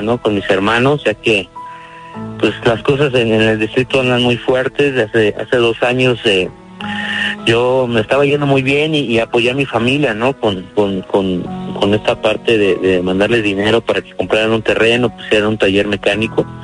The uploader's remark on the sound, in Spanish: Tuvimos una Llamada especial.